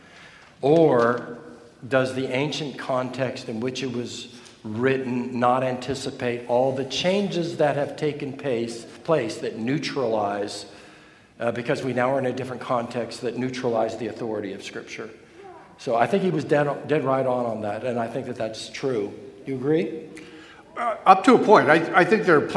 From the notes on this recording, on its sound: Q & A from the 2021 Boise Reformation Conference.